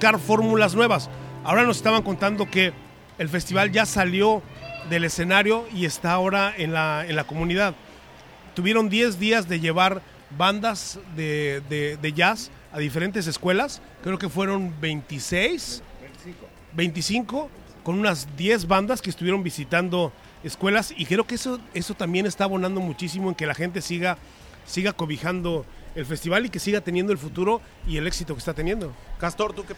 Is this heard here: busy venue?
yes